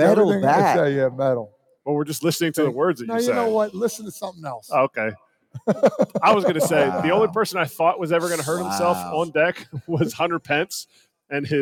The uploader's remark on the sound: Today's show was LIVE at Borgata in Atlantic City